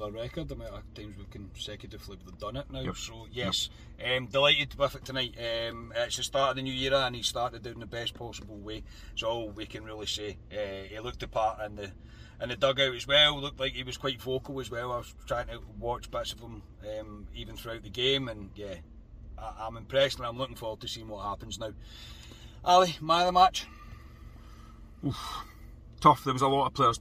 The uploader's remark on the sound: Our reaction from the car after leaving Ibrox.